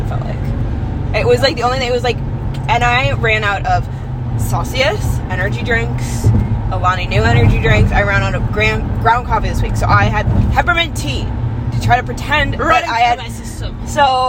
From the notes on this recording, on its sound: On a random Sunday in March, during our weekly drive back to campus on 394, your two JSTG sisters decided to record their conversation.